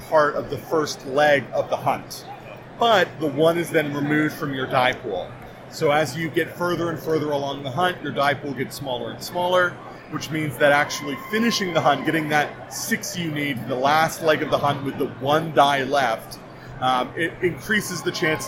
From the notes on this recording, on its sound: Dispatches from PAX Unplugged. On-the-spot quick interviews. Please forgive the sound quality; the interviews were conducted using a tiny microphone in a crowded and busy expo hall, and voices don't always travel well through N95 masks.